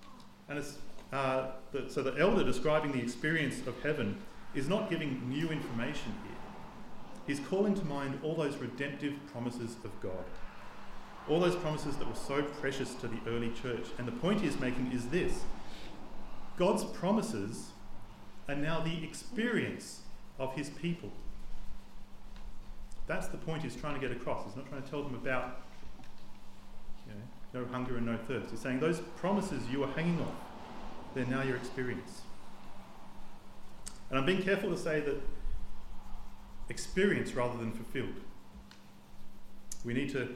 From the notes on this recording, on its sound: This sermon was preached on the 28th of January 2024 at all services of Helensburgh and Stanwell Park Anglican Church.